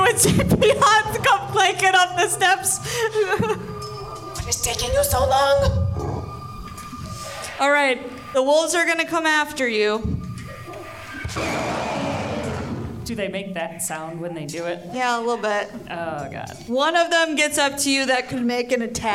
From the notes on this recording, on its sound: This episode was recorded live at Grand Rapids Comic-Con.